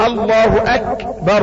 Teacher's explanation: تقول الله اكبر بالكاف وليس بالكسر. الكاف غير مكسورة الكاف مسكنة.